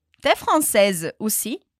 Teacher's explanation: ele fala tão rápido que esse sonzinho do U some